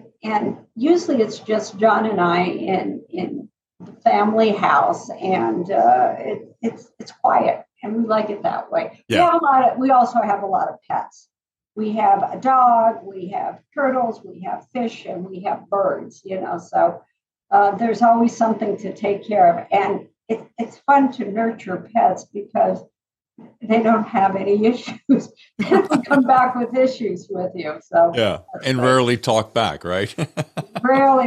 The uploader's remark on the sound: today's sound quality will require just an extra bit of patience